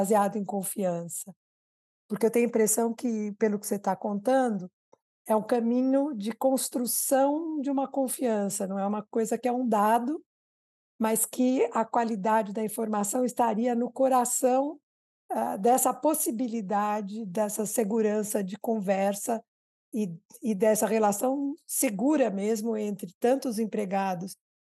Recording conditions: video call